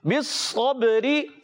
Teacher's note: ہے. بِالصَّبْرِ با حرف قلقلہ میں سے، قلقلہ ادا کریں گے، را کے نیچے زیر آنے کی وجہ سے یہ را باریک ہو جائے گی